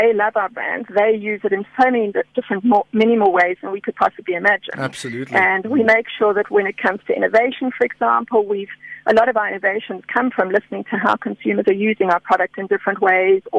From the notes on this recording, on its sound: GUEST (Phone)